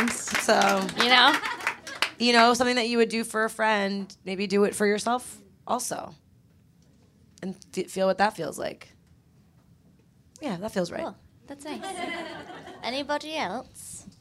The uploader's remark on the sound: New York Comedy Festival show, live at Union Hall in Brooklyn